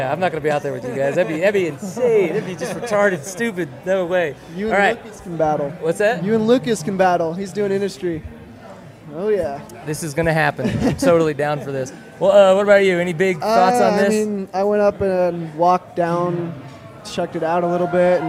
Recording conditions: outdoors